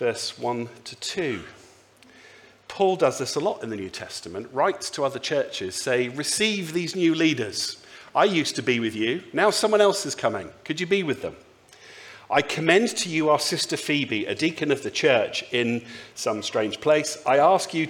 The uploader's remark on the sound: speaks at the Sunday Service